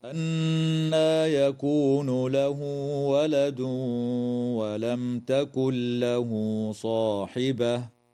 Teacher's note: وتدغم النون الساكنة في اللام من غير غنة في قوله تعالى تكن له. ويجوز الوقف على كلمة صاحبة من قبيل الوقف الحسن. · قوله تعالى: أنى يكون له ولد ولم تكن له صاحبة، تغن النون المشددة من كلمة أنى، وتوصل الهاء في قوله تعالى له ولد، وفي قوله تعالى له صاحبة بواو تمد بمقدار حركتين وصلا، ويدغم التنوين في الواو مع الغنة في قوله تعالى ولد ولم، وتظهر الميم الساكنة عند التاء في قوله تعالى ولم تكن، وتدغم النون الساكنة في اللام من غير غنة في قوله تعالى تكن له.